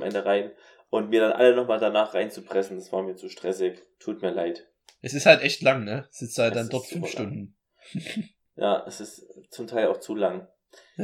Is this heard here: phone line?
no